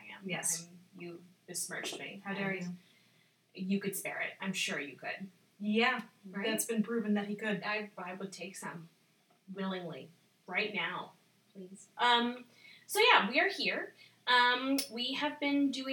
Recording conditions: poor sound quality